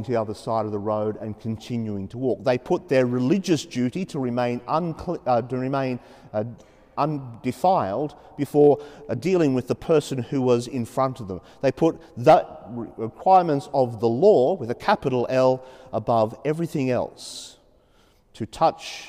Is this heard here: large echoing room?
yes